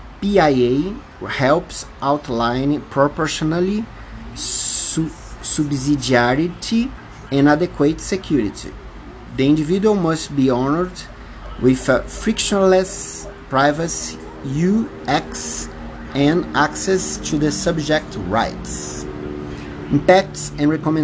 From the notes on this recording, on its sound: Please apologize me for noises, mistakes and mispronouciation. Brazilian Portuguese accent.